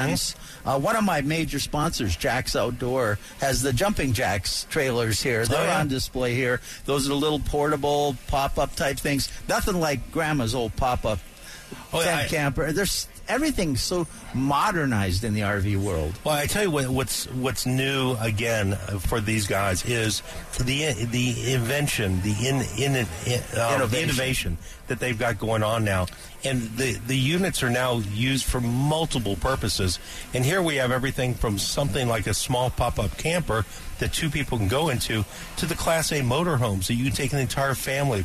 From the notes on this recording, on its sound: live from the AMP Expo